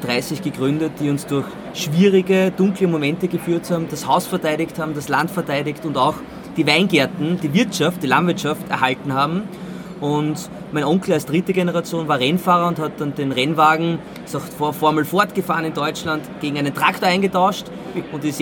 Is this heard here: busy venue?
yes